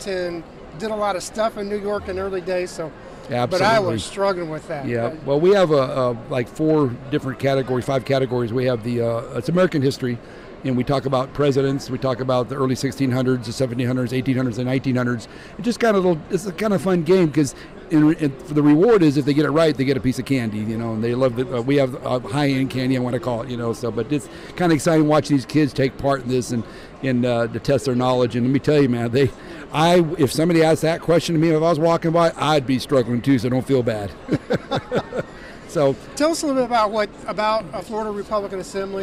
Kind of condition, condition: setting, busy venue